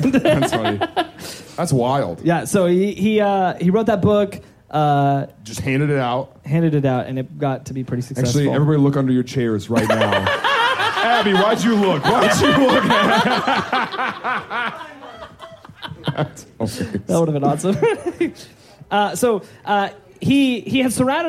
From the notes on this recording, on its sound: Filmed live with an audience at the Rino in Kansas City, MO on October 30th, 2021. This episode of the Things I Learned Last Night Podcast was filmed live with an audience at the Rino in Kansas City, MO.